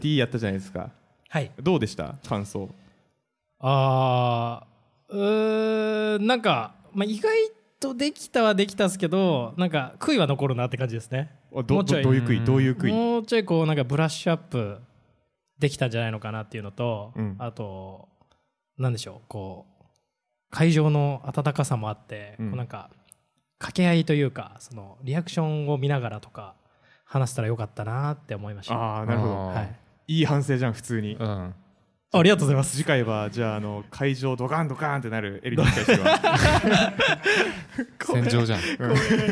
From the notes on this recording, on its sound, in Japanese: 200回記念の公開収録です！当日の様子をなるべくお届けできるように、BGMなし、カット少なめでお送りします。イベント当日はLT会と公開収録、懇親会と大盛り上がりし本当にありがとうございました。